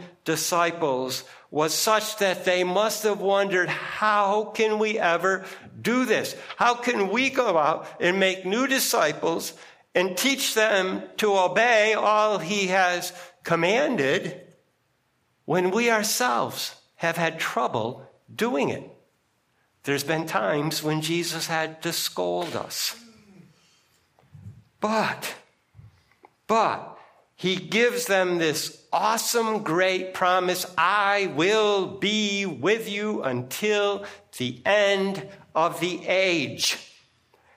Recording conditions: large echoing room